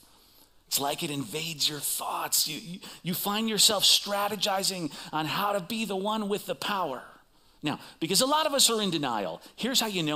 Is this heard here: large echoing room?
yes